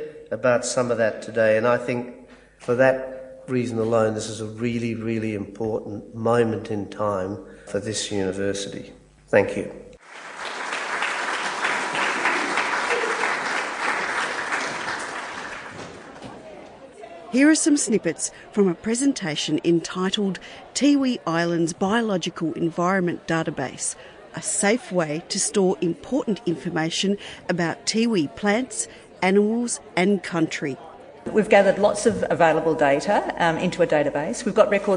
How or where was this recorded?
busy venue